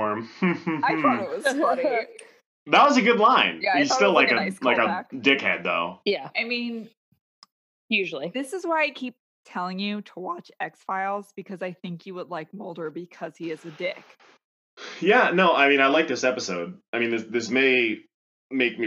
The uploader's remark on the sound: WARNING: We're sorry about the audio quality!! We tried to record through Zoom for the first time, and let's just say, we're never doing it again!!